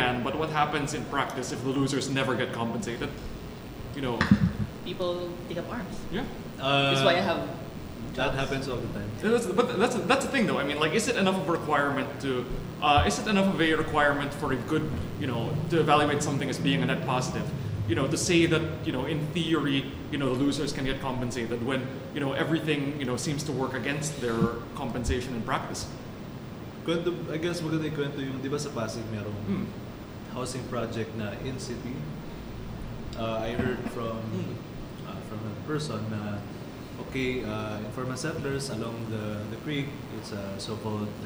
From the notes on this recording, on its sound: What do you get when you let loose a bunch of urban planners and development professionals with mics and alcohol at the Nipa Brew Taproom?